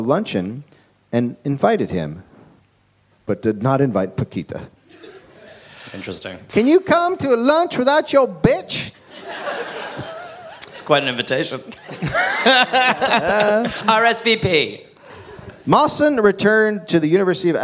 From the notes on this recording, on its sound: Live in Australia. Live from Mebourne, Australia.